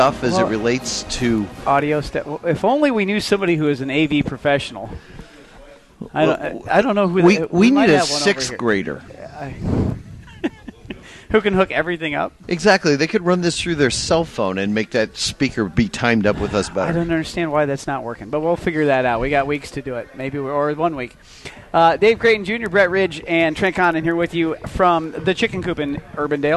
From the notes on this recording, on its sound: the technology challenges of doing the show live at the Chicken Coop in Urbandale